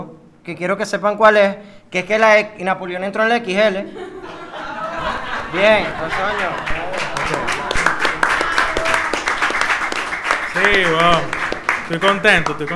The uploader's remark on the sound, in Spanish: EPISODIO EN VIVO